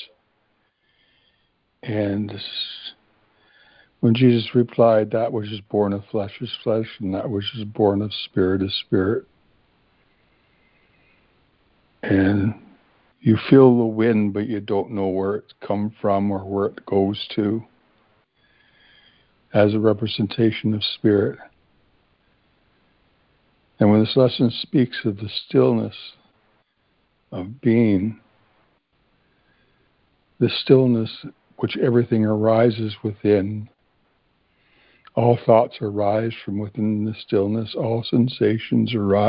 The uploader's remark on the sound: ACIM Daily Conference Call